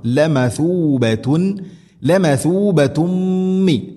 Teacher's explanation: തൻവീന് ശേഷം മീം ഇദ്ഗാം ബിഗുന്ന മണിച്ചുകൊണ്ട് ഉച്ചരിക്കണം